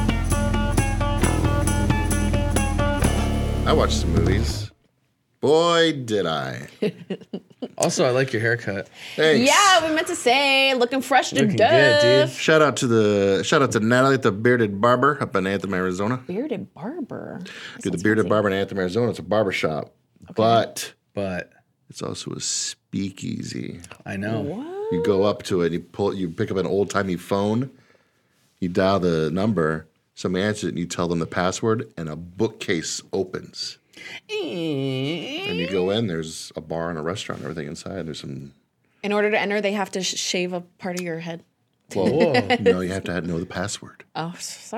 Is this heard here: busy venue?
no